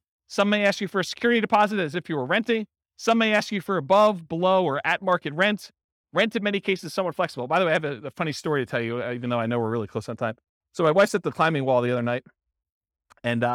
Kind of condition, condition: setting, live audience